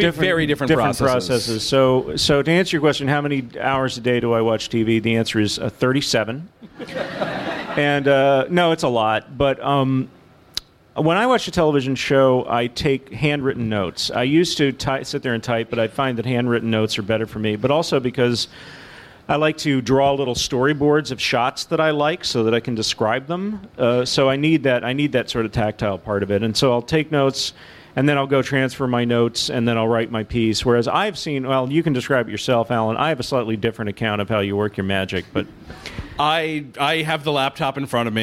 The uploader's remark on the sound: Live at the Strand